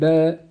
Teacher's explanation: تخرج بالتباعد إخواني الكرام بين طرفي عضو النطق، بين طرفي عضو النطق، لو أردنا أن نتلفظ بالباء تخرج بالتباعد بين الشفتين باء، أما إن كان ساكن فإننا نقول أب، باء، هذا تباعد، أب، هذا تصادم، هذه الحروف الساكنة تصادم والحروف المتحركة تباعد.